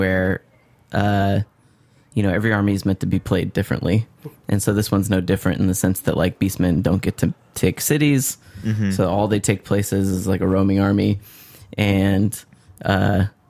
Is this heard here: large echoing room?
no